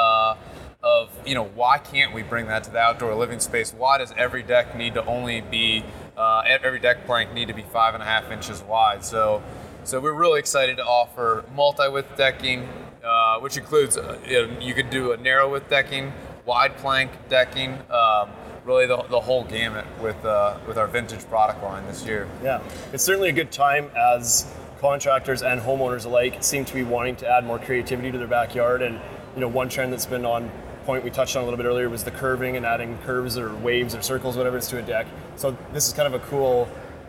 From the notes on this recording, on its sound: Live from Las Vegas at IBS 2019